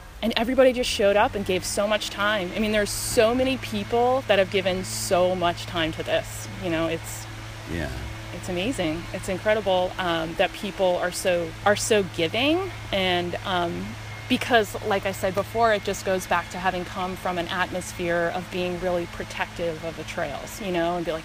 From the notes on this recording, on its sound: Recorded at the Cody Diggs trails during the … (IG handle) benefit jam.